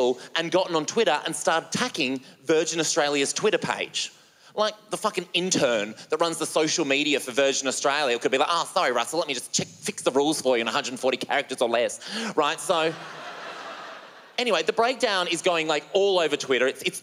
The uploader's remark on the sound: stand up from the Just For Laughs Festival in 2016